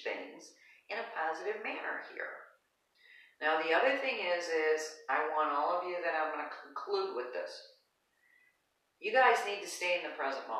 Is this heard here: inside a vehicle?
no